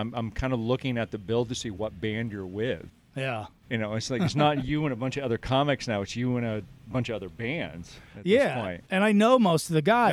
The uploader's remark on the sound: At The Looney Bin in Bradley, IL. This interview was recorded backstage at the Offical Dirtbag Venue Launch party.